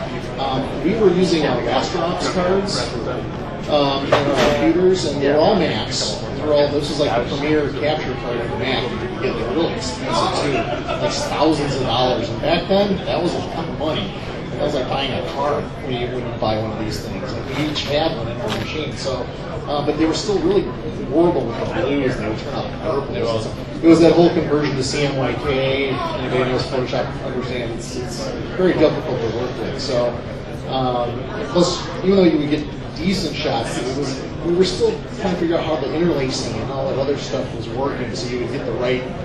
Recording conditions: background noise